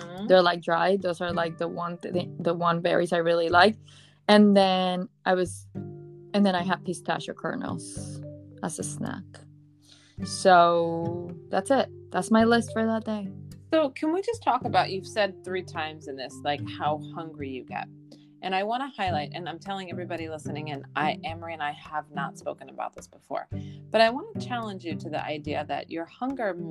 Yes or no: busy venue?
no